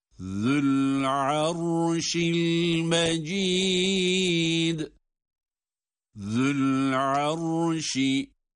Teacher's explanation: Zel peltek, arşi derken ra kalın.